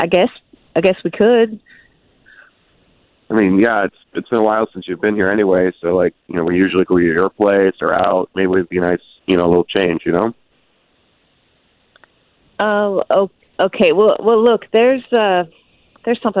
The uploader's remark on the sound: OPEN PHONES